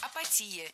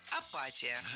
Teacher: в этом слове ударять надо не «и» в предпоследнем слоге, а чуть раньше · Shown in: second take